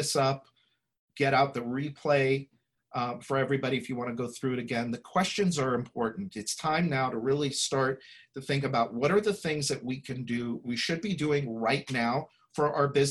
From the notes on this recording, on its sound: Listen to this replay of the LIVE webinar